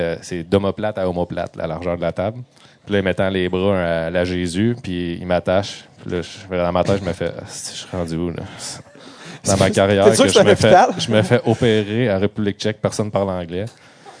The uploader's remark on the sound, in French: Le premier invité qu’on a reçu devant public, et ce dans sa ville natale au Festival Transistor de Gatineau.